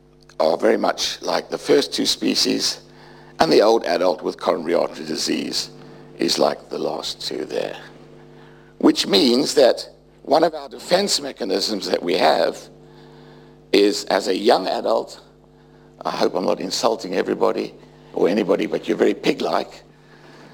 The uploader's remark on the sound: UCL Lunch Hour Lecture